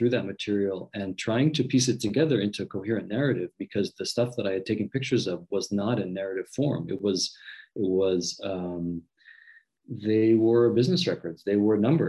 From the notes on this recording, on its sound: This interview was recorded at the Society for Latin American Studies Virtual Conference, 2021.